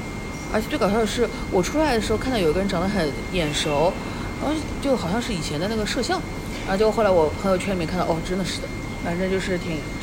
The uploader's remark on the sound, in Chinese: 每次录制基本都是在餐厅吃饭，没有条件升级录音设备。本次录制花费：… 大概300来块吧。